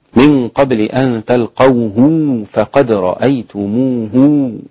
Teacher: ابن كثير بصلة الهاء، هاء الضمير، ضمير المفرد الغائب